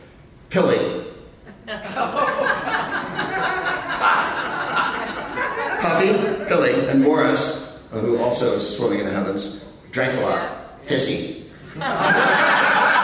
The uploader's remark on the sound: Live from the Tacoma Comedy Club in Tacoma